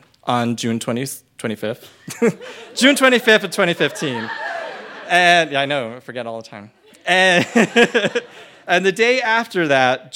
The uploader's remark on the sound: told this story live on 17 January 2018 at Buntport Theater in Denver, Colorado